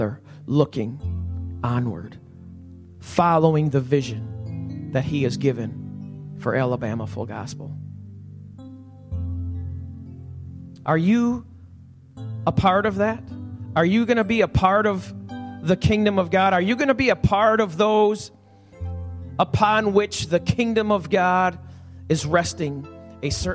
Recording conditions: large echoing room